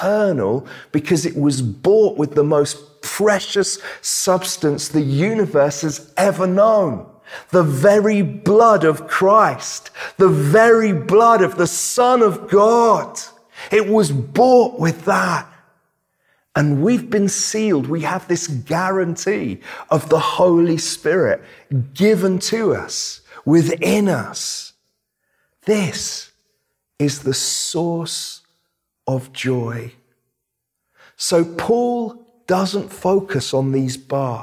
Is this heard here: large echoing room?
yes